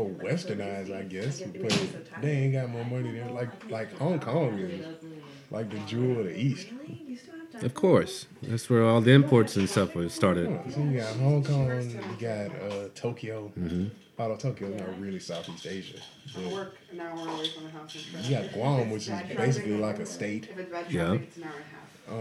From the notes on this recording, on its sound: Doing a Podcast in the middle of what turns into a girls night party is never good for the audio guy. Sorry for all the background noise...